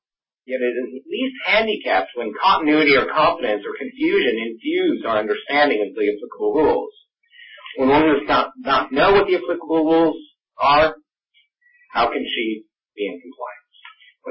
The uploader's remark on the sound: This teleconference panel discussion